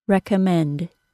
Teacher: So we can expect a secondary stress on the first syllable.